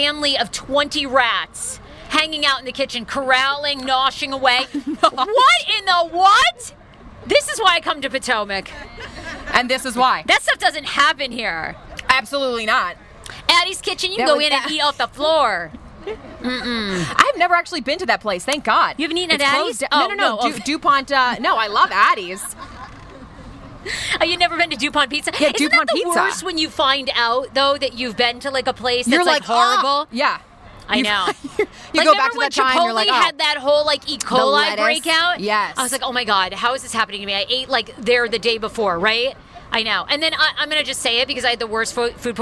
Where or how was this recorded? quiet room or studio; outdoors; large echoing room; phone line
outdoors